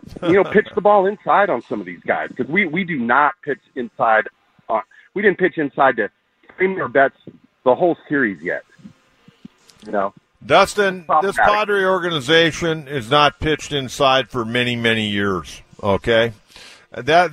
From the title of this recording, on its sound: Live from The Loft at Petco Park